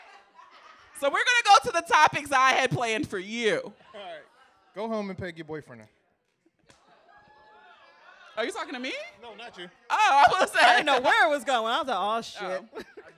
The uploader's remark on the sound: FULL audio of the #BoonieLive Philadelphia show